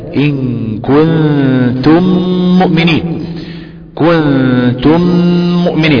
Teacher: له حرف وحيد وهو حرف الميم، الميم لا تدغم الا في الميم، فاذا وقعت الميم المتحركة بعد الميم الساكنة وجب الادغام، ويسمى ادغام متماثلين صغير، ولابد ايضا معه من غنة، لابد ان يأتي فيه غنة.